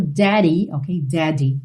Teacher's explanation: no inglês americano, tipicamente você vai ouvir daddy rarara, aí nesses dois D's